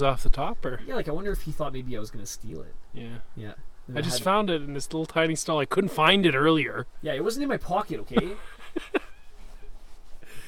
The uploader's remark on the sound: This week's episode was originally recorded in the summer under a gentle breeze and sunny skies